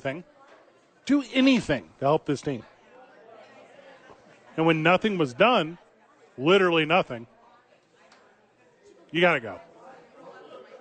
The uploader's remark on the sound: live from Sadies for TNF.